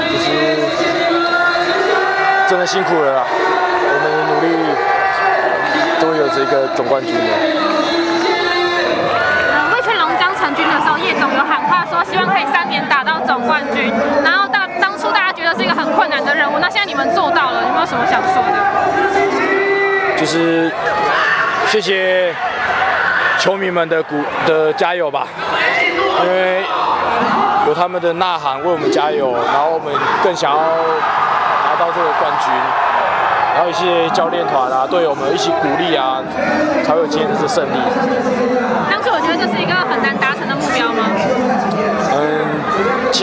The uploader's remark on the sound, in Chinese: 這次我們前往天母棒球場，帶大家感受第七戰的現場第一視角